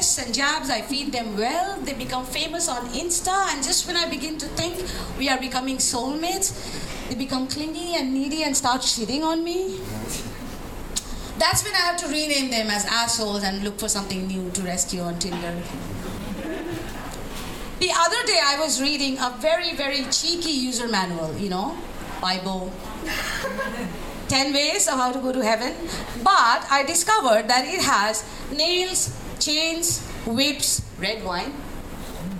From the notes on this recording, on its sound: Live at One Night In Saigon. (Comedy Show).